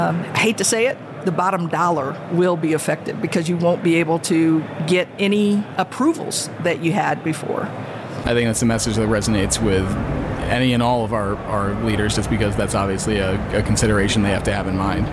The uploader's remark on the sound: recorded at HLTH in Las Vegas